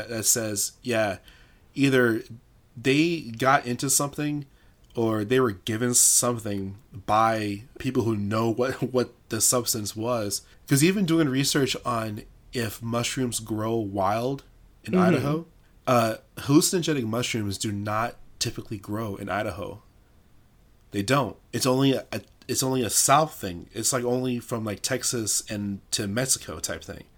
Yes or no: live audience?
no